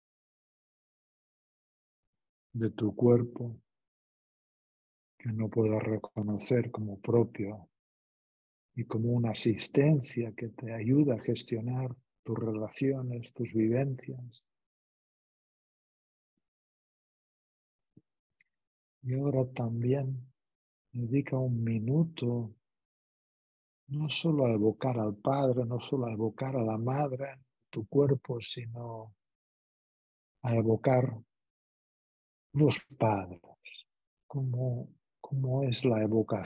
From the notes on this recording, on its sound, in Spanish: Esta meditación es una grabación de un encuentro online en vivo.